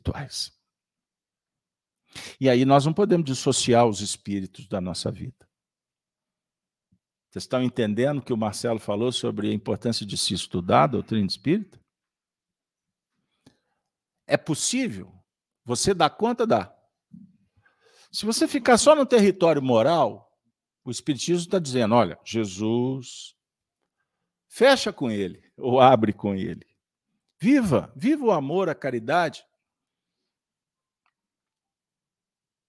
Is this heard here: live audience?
yes